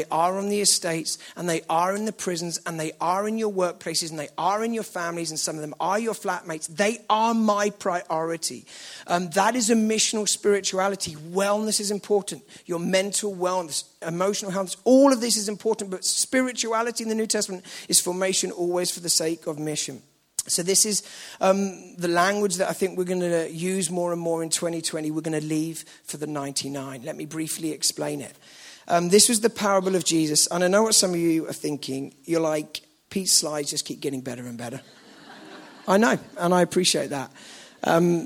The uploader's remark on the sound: at the KXC Weekend Away